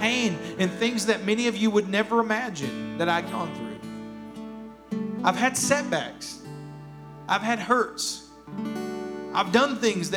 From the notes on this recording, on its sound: Here is a rebroadcast of our service from June 20th, 2021